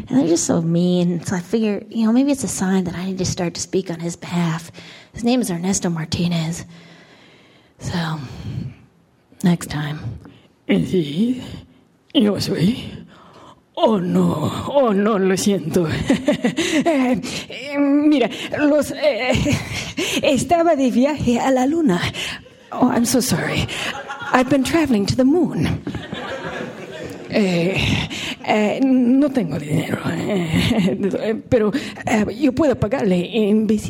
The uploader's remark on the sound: A standup set. Recorded at our last Laugh Night, a benefit for Art Share in Los Angeles.